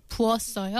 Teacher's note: when it's followed by a vowel, the consonant 시옷 is dropped · Term: 시옷 irregular verb